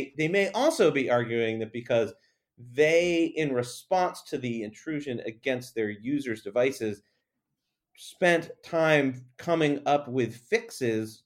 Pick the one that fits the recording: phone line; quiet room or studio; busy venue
quiet room or studio